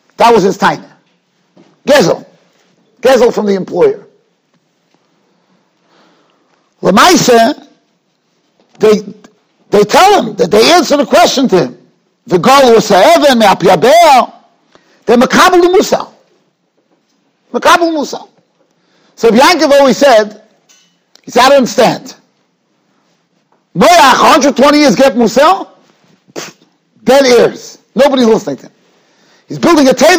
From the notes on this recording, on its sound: Shiur recorded in Yeshivas Ohr Reuven, Monsey, NY.